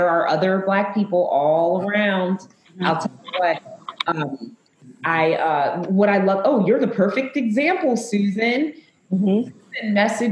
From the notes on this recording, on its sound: We had such a great time at our At the Table Live Virtual Event that we are making the audio available to you, our listeners.